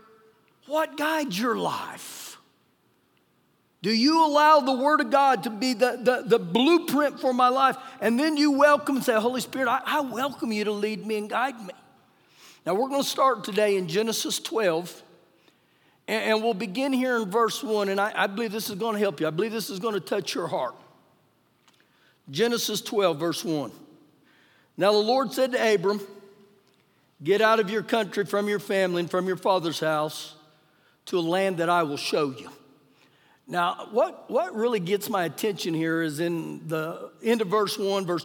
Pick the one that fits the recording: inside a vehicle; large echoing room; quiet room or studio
large echoing room